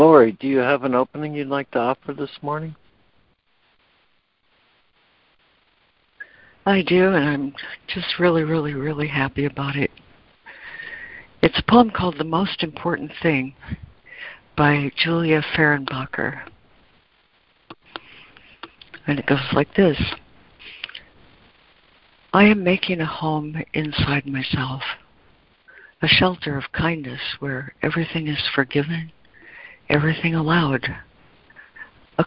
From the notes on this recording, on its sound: ACIM Daily Conference Call